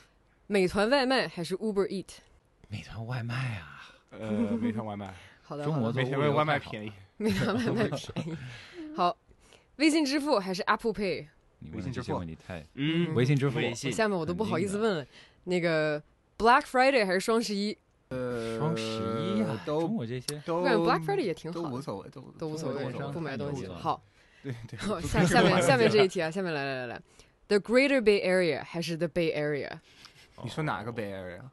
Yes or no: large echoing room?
no